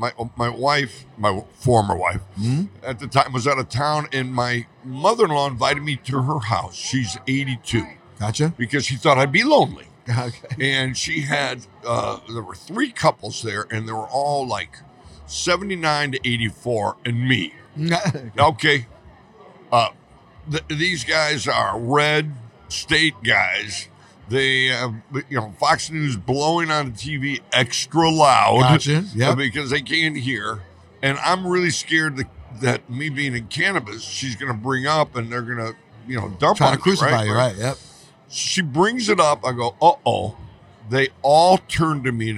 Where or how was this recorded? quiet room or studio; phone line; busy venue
busy venue